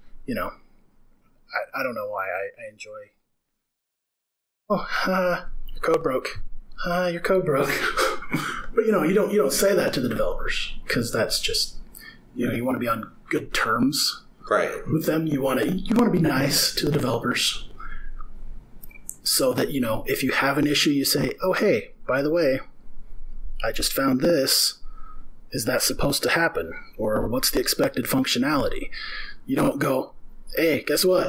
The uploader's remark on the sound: Sorry for the audio quality issues. There is mild distortion throughout, and sometimes the sound cuts out entirely. We were trying a new setup and it seemed fine during our sound check.